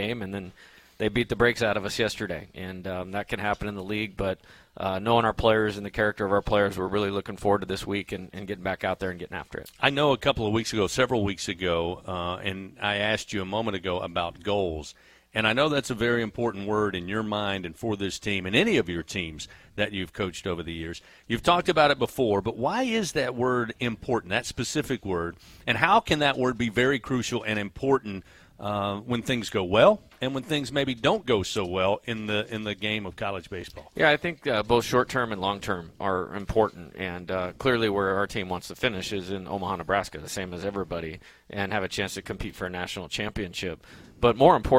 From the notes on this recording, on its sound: A one-hour radio call-in show. Aired live from TJ Ribs on Acadian Thruway.